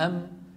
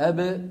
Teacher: أيضا من الشفتين. أم، لكن الميم فيها غنة من الخيشوم، الباء ليس فيها غنة